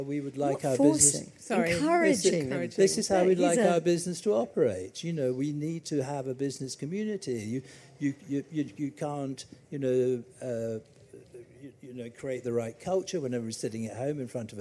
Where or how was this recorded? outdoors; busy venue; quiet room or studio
busy venue